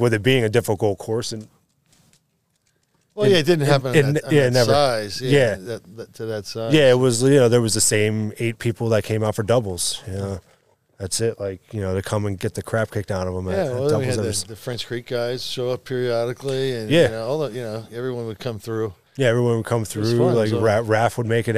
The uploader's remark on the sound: We sat outside while sipping beers. I enjoyed a wonderful early spring evening.